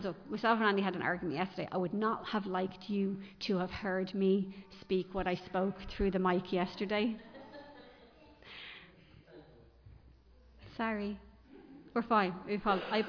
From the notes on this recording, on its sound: Recorded live in Liberty Church